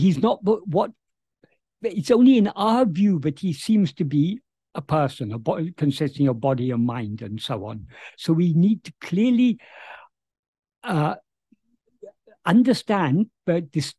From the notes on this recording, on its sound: In a Zoom meeting with the Ramana Maharshi Foundation UK on 11th November 2023